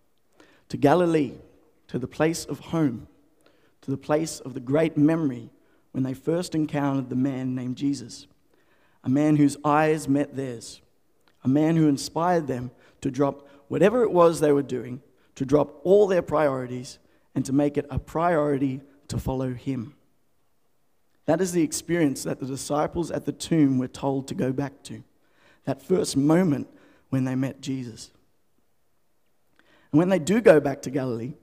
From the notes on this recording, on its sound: The FaithFeed Live Studio Audience.